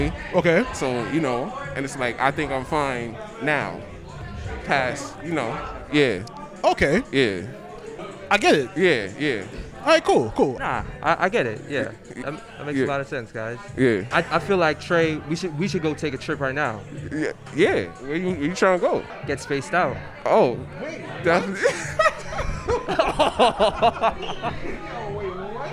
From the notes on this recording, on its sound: A live show from Nyc Lab Rats " Spaced Out" Event.